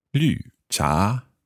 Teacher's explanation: Fourth tone and the second tone.